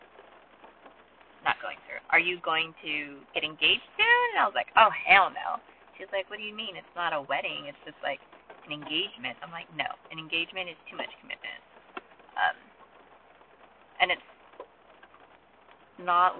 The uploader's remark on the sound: Recorded in my car during a down pour.